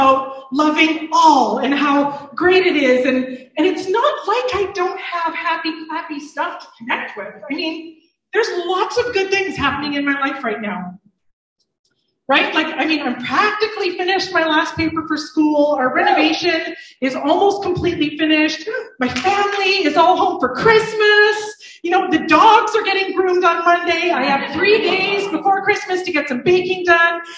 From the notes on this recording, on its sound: IN this live service